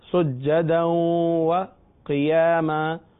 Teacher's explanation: ربهم سجدا وقیاما. سجدن کی تنوین کے بعد واو آ رہا ہے، لہذا واو میں ادغام ہو رہا ہے